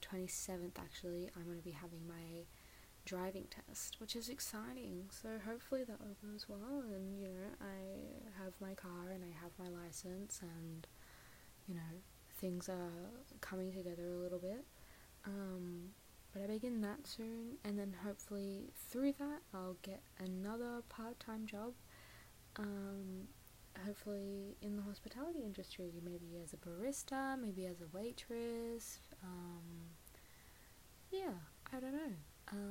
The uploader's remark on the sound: The audio is quite soft, but I hope to fix this in future and properly edit podcasts as I continue producing them.